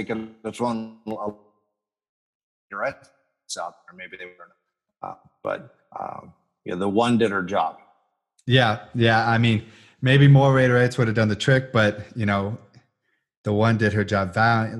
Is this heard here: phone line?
no